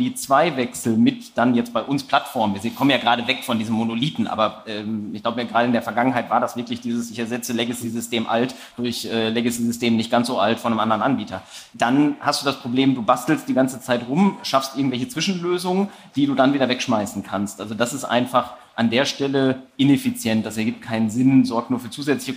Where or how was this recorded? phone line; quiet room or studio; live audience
live audience